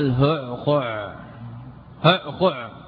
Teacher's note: إذن بين الحروف تنافي وتنافر، هعخع اجتمعت الهاء مع العين والأول مضموم والثاني ساكن، فحصل تنافي بين الحروف، يعني ثقل في النطق.